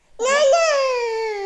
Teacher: deleting weak syllables so that banana becomes nana